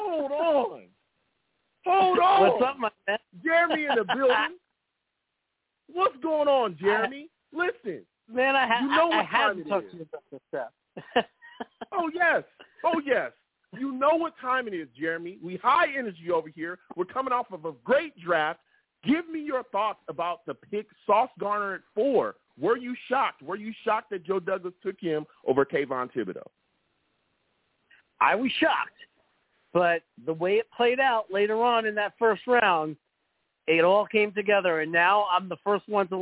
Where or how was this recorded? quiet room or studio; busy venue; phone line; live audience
phone line